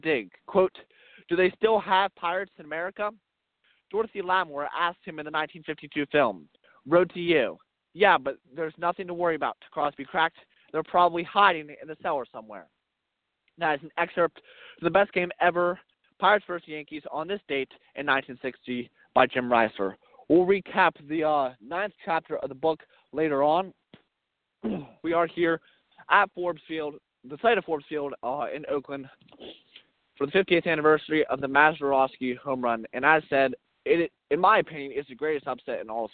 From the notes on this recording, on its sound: We are coming to you live from Mazeroski Field in Oakland